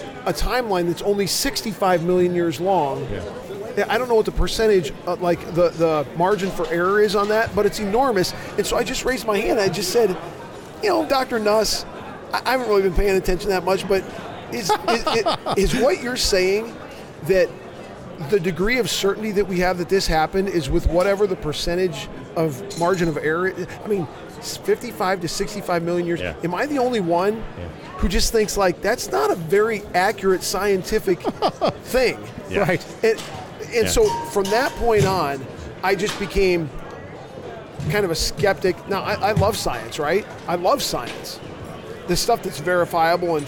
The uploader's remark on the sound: LIVE from NRB 2022!